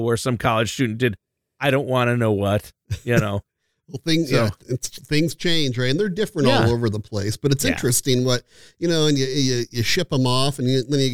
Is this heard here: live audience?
no